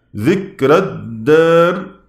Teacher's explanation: لاجتماع الساكنين. فترقيق الراء هنا لأنها وقعت بعد ساكن، وهذا الساكن قبله كسر · التنبيه الرابع، وهو مهم جدا: إذا وصلت ذكر الدار لورش من طريق الأزرق رققت الراء من أجل كسرة الذال، لأنها راء مفتوحة قبلها ساكن قبله كسر، فحكمه الترقيق.